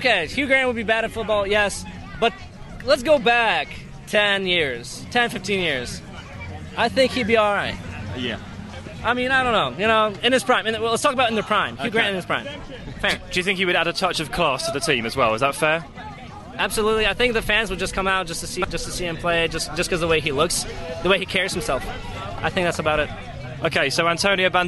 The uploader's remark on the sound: play Bleacher Roulette outside the Liverpool-Dortmund game in Notre Dame